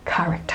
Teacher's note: So you say k, but the stress is not on the second syllable, it is on the first syllable.